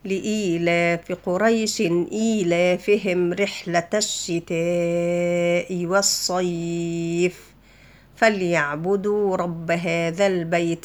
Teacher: هنلاقي قريش في الأول ما فيهاش مد ولا حتى حركتين · Term: مد لين